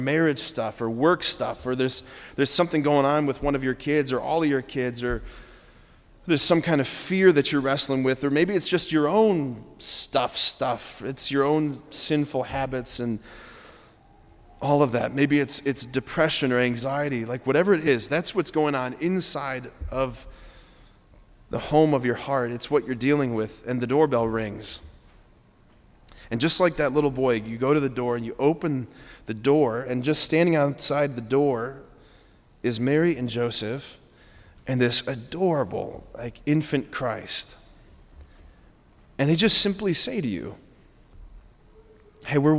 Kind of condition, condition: setting, large echoing room